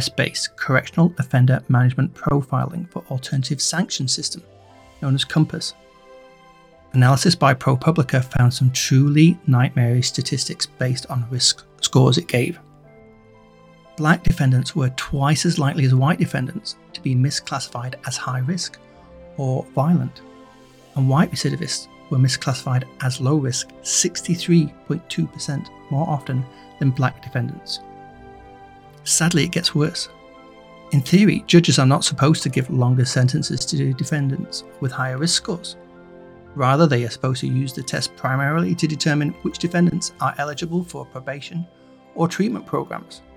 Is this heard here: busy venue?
no